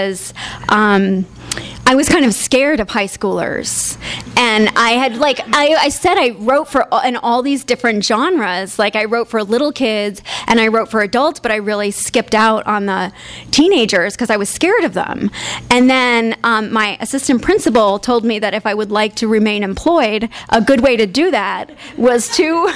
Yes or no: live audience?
yes